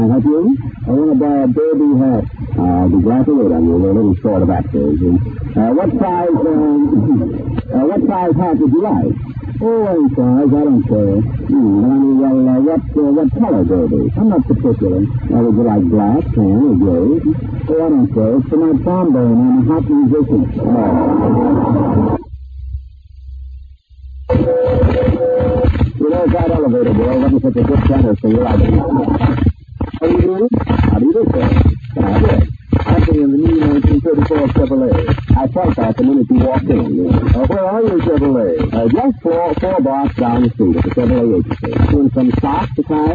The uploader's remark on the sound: Audio is a bit on the mushy side, and the show starts already in progress.